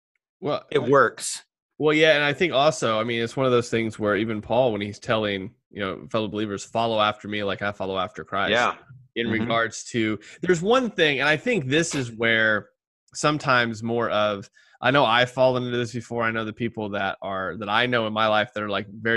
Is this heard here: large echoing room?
no